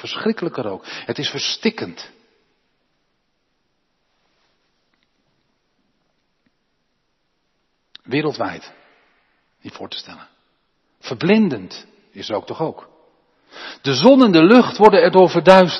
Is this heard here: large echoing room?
yes